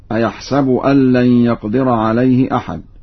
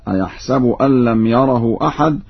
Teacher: يقرأ ورش بكسر السين في الفعلين معا